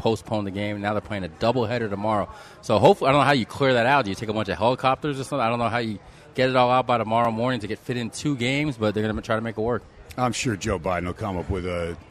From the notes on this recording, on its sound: "Live" from #SteinersPub on a #HumpDay it's #SportsXradio.